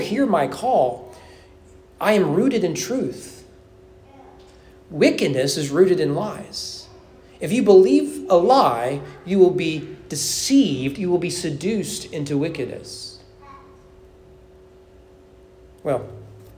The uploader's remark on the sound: Sermon preached at East Frankfort Baptist Church on July 30, 2023 during evening worship